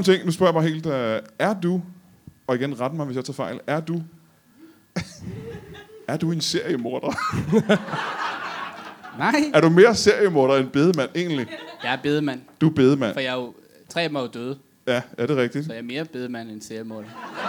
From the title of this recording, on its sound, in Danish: LIVE fra Hanstholm Madbar